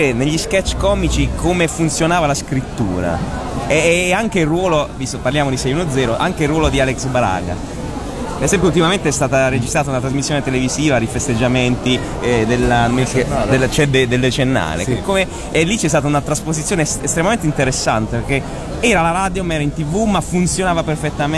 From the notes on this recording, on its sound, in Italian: intervistato a Lucca Comics & Games 2013